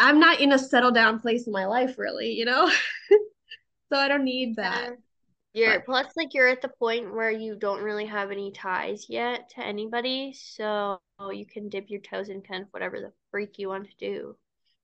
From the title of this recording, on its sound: The Zoomed Pod